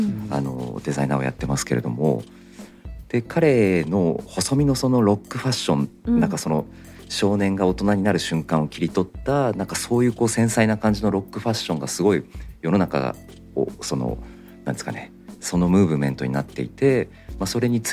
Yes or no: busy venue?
no